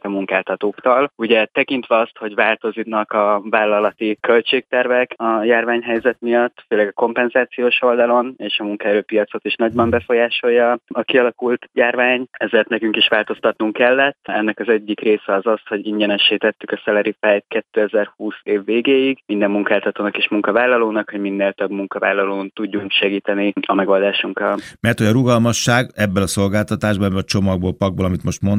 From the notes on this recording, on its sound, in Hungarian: telefonvendégei